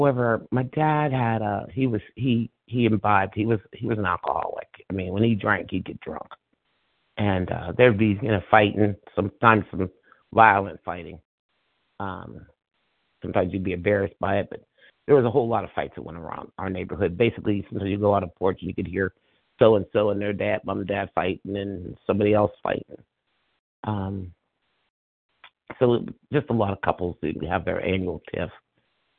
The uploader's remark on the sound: from the 100 Pounders Phone Meeting